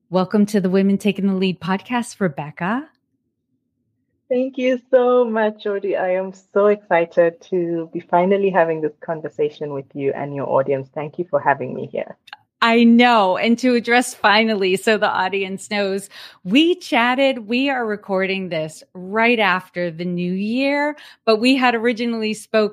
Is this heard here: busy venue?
no